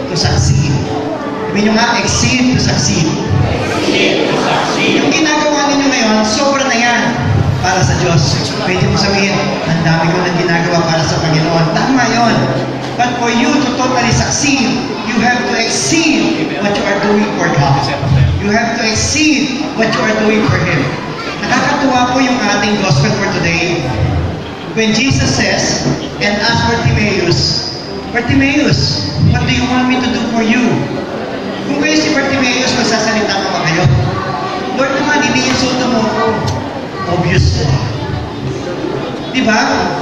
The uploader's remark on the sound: This talk was recorded last October 28, 2018 during our Feast Taytay 9th year anniversary.